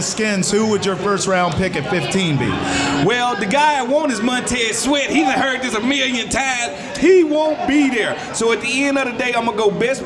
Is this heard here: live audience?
yes